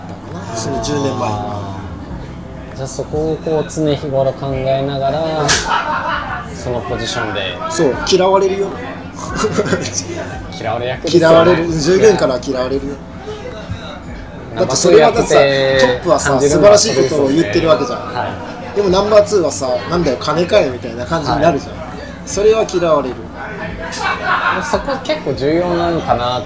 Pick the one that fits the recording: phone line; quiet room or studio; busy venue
busy venue